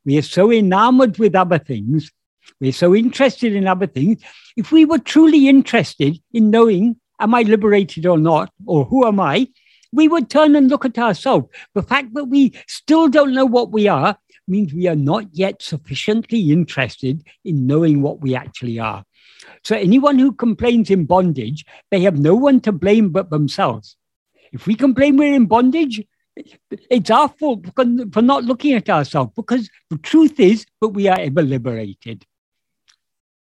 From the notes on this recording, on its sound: In a Zoom meeting of the ‘Ramana Maharshi Foundation UK’ on 9th April 2022